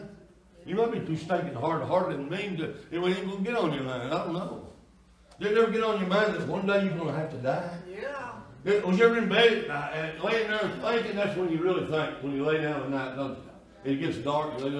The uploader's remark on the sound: Sunday Night Worship Service